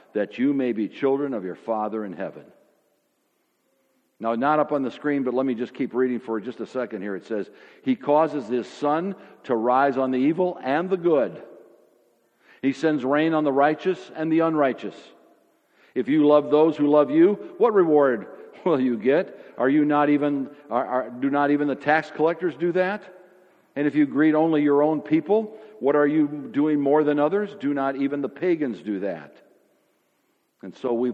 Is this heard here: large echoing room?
yes